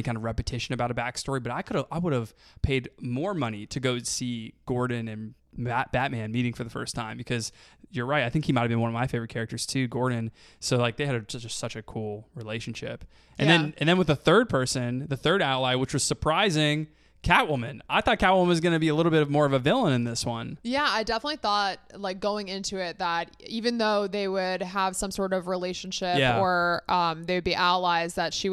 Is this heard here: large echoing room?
no